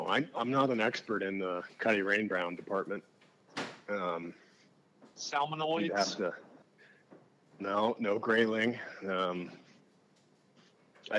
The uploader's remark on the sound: Have been on the road for a while chasing trout from Pennsylvania to Tennessee and hatched the idea to record an episode from the road as they were rolling back south towards the Land of Tailing Redfish. We generally do our best to remain entertained along the two lane hell that is known as Interstate 95 in South Carolina. The audio may be a little off on this episode, but hey; we we're trying something new.